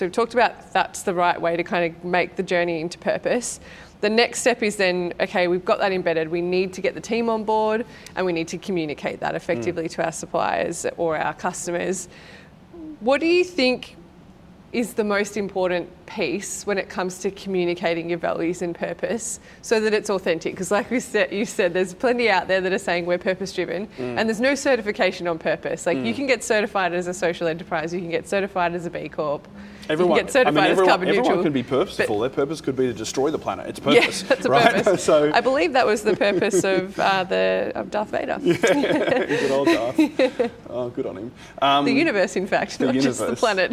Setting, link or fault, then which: setting, live audience